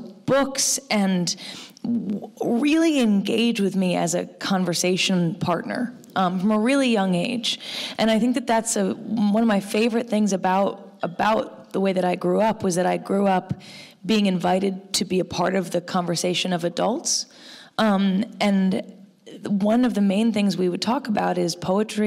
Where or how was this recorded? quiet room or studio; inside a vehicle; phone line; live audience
live audience